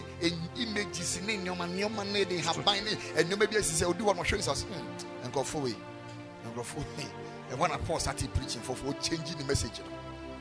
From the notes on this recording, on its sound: Preached at Ekklesia Chapel.